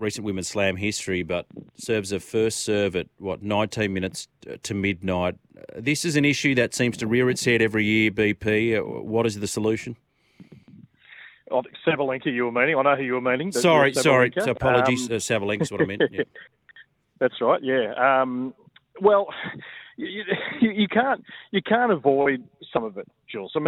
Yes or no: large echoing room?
no